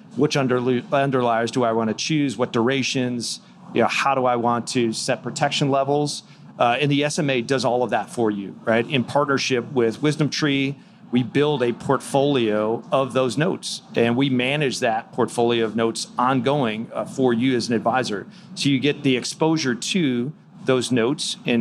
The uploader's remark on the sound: live from the Future Proof Festival